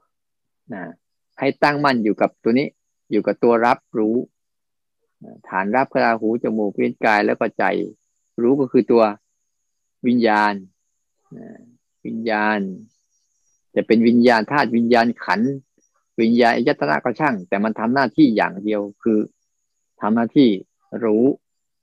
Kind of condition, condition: link, video call